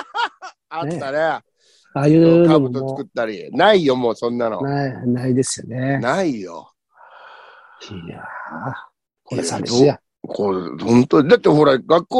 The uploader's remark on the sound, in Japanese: ZOOMで収録